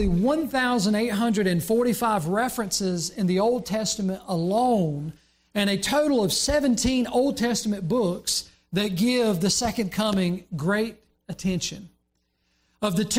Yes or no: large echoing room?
yes